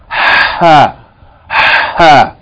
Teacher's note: the letter ha, its articulation point, is from the middle of the throat, along with the letter ayn, along with the letter ayn.